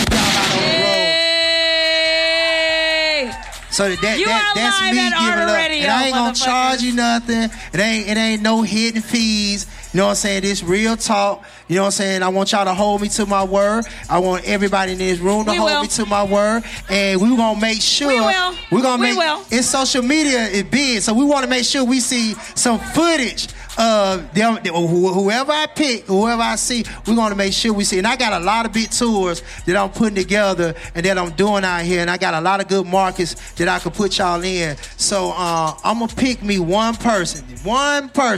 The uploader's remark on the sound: K-100 Radio was in the building broadcasting live at the ART OF RADIO showcase. In ATL.